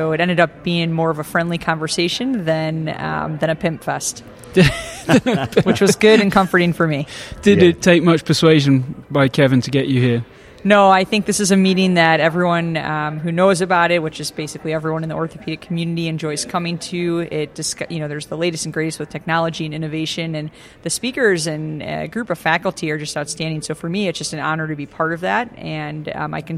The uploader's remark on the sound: Coming at you live(ish) from the Bellagio Hotel and Casino in Las Vegas Nevada. Today is day one at the Orthopedic Summit we got to enjoy several outstanding presentations and panel discussions.